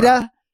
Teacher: Can't be any H sound in Pereira. · Term: roll the R